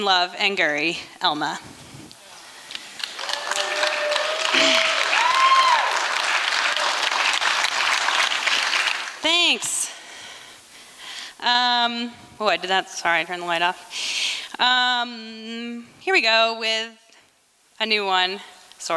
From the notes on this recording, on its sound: recorded at the Liberty Theatre in Astoria, OR on Friday, February 24th, 2023.